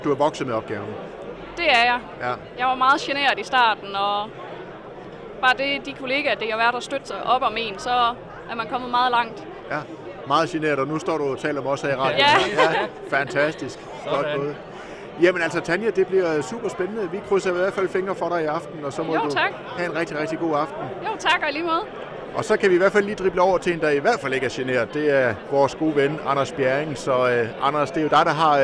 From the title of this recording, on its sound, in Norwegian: LIVE FRA FAGENES FEST